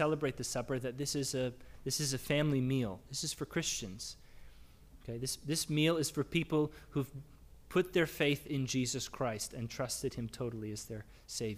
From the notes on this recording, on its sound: Sermonn audio from the LBC worship service on Sunday, June 5, 2022.